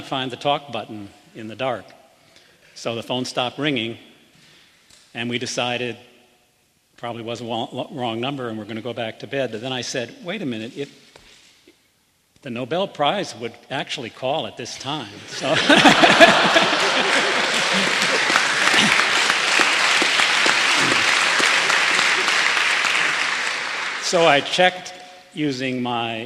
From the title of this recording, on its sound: Press conference